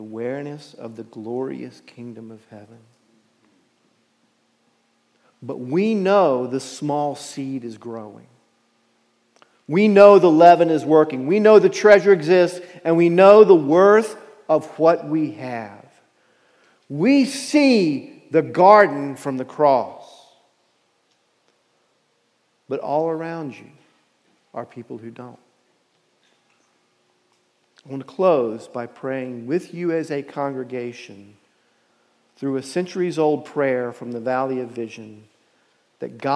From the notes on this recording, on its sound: Message Preached at Valley Creek Church